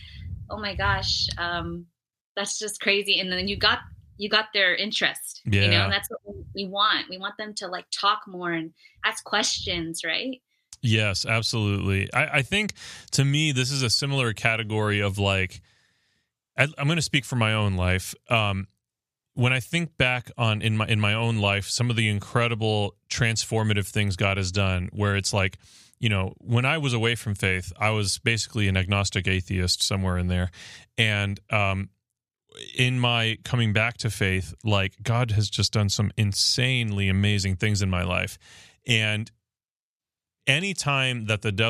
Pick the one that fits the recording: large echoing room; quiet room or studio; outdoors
quiet room or studio